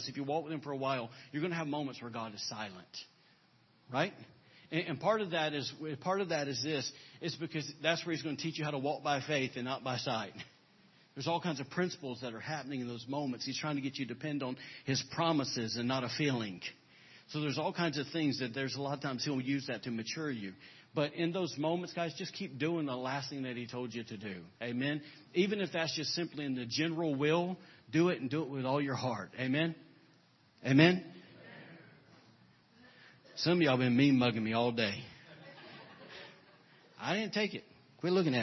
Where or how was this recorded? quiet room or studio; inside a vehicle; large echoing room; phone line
large echoing room